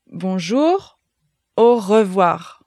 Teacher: The French R comes from the back of the mouth, where the throat begins, and the tongue stays at the bottom of the mouth. So it's a bit like pronouncing a K, but instead of blocking the way, you push a little bit of air through.